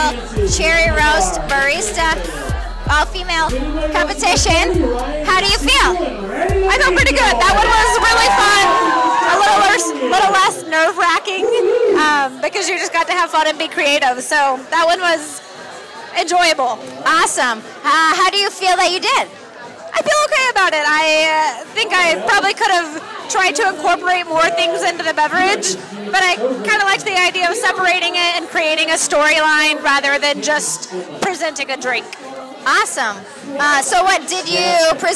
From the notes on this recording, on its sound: Cherry Roast Live! FINAL Round 4 (Denver 2016). The final round of the 2016 Cherry Roast Competition.